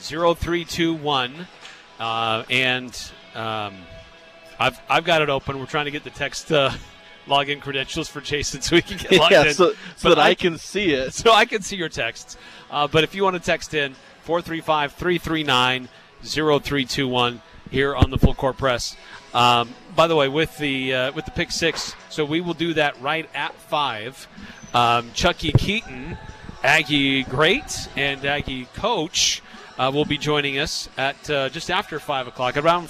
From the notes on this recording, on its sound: Live at Beehive. Broadcast the show live from Beehive Grill.